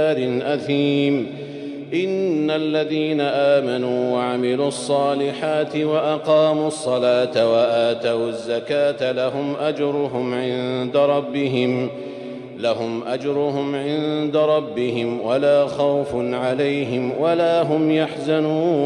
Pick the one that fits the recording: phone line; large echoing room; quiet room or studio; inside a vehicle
large echoing room